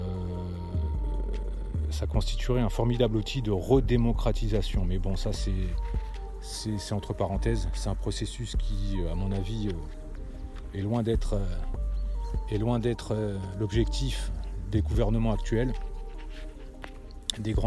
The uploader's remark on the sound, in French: Podcast enregistré en extérieur.